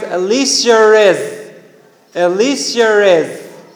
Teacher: Just like here, I am, you are, you add we or you. If you don't add anything and you have two vowels, okay, they add r sound. · Term: intrusive r